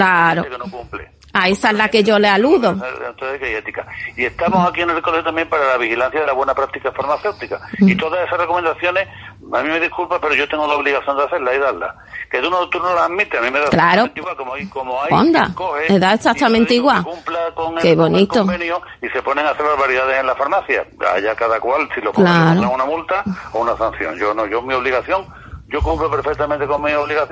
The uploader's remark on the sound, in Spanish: Conversación telefónica